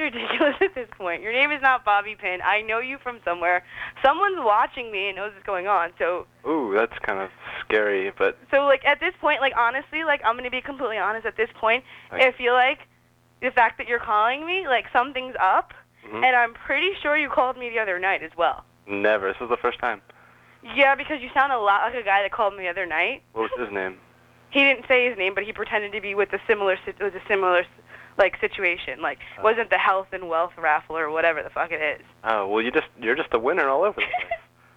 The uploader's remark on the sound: Prank Phone Calls